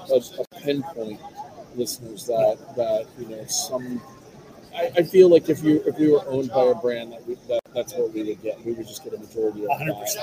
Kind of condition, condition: fault, background noise